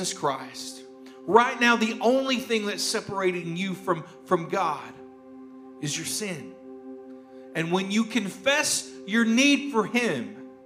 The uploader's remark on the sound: a rebroadcast of the message from our service on January 17th, 2021